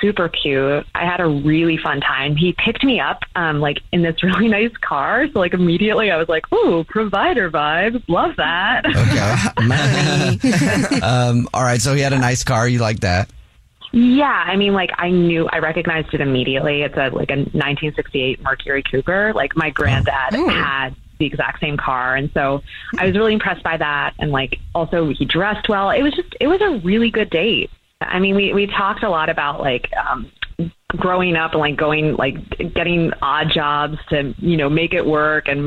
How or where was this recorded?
phone line